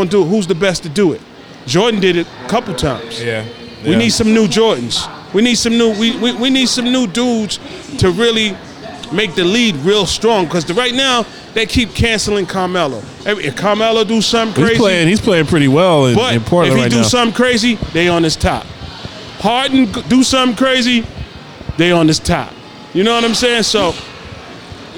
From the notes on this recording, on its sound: Live from Dave & Buster's